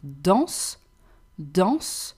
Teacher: there is no strong and definite E at the end in danse, danse. Because this final E in the end of the word, we soften it, right?